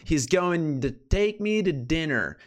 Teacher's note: Então, esse to muitas vezes soa como d.